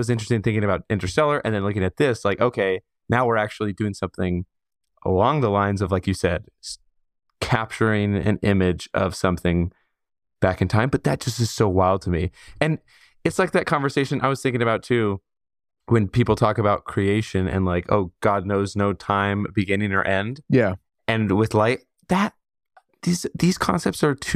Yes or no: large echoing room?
no